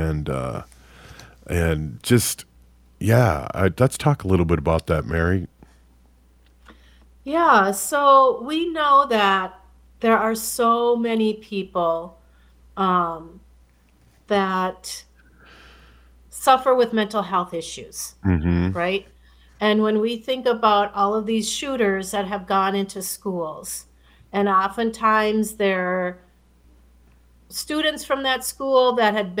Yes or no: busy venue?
no